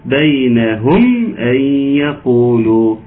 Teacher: ميم ساكنة أتى بعدها حرف الهمزة، وبالتالي حكون حكمها الإظهار